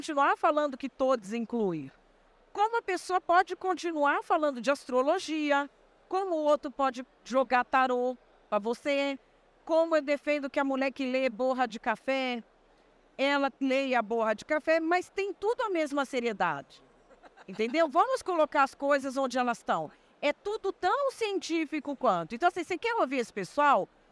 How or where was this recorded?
busy venue